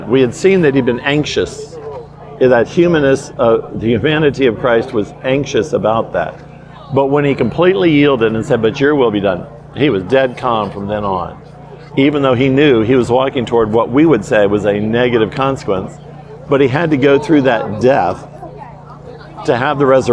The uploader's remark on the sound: While at the Homesteaders of America conference earlier this month